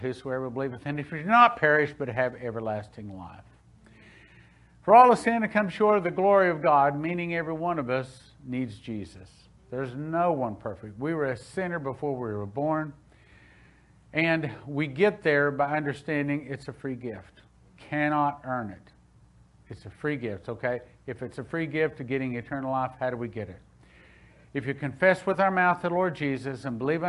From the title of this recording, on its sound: Spirit of Prophecy Church - Sunday Service 06/20/2021 - Audio